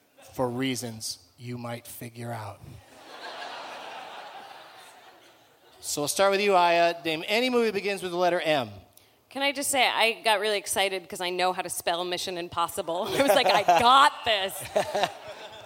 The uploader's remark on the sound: Back at the Gramercy Theatre in NYC